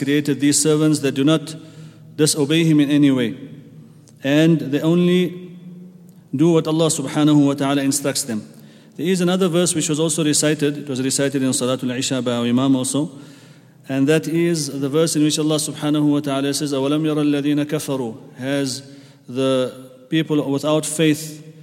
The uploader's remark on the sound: at the Houghton Masjid (West Street)